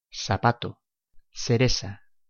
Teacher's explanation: Consiste en cambiar el fonema C por el fonema S. · Term: seseo